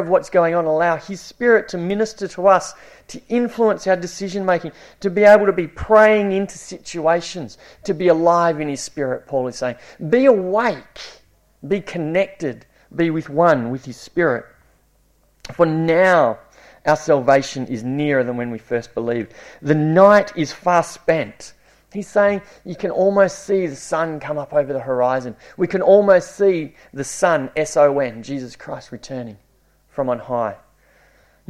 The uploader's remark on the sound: It was preached at Esperance Church of Christ